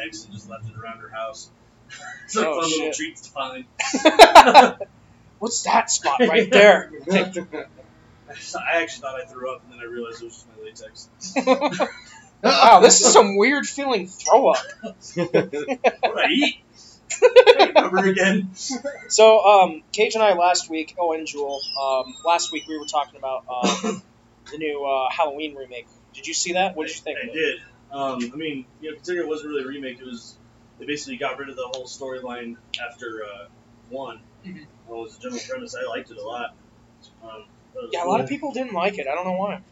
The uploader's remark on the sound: This episode was recorded at trailside saloons back patio so apologies for the loudness oops.